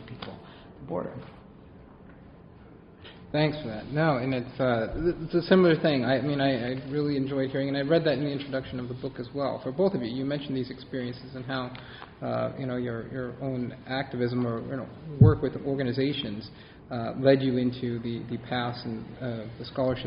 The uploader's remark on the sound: This conversation was recorded during a session of the 109th annual meeting of the Pacific Coast Branch of the American Historical Association held earlier this month in Kona, Hawaii.